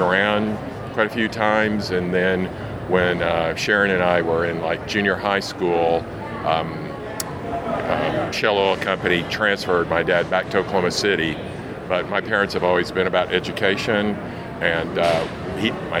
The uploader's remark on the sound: Live from the NAPE Summit 2019